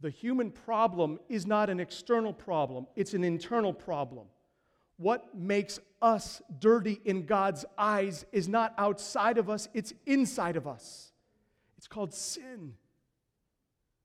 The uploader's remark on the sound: These are the 4 sermons preached during Passion Week 2015 at Christ The King Church in Kenosha, WI.